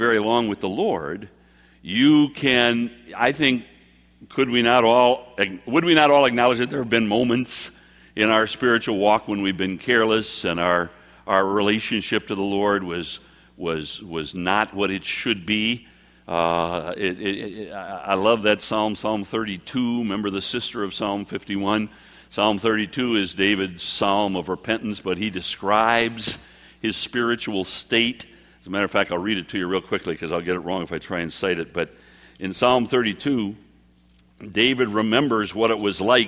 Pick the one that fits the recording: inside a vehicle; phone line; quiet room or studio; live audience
live audience